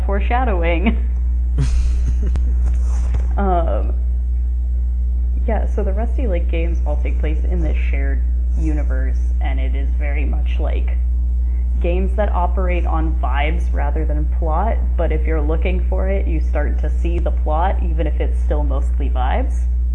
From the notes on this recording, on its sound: Apologies for any audio issues! We had some hiccups this time but hopefully it's not too bad!